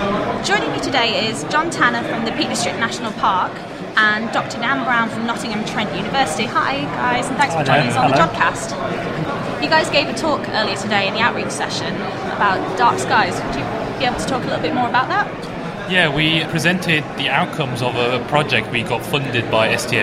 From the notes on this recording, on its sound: In this month's show we bring you the first of many interviews recorded at the National Astronomy Meeting.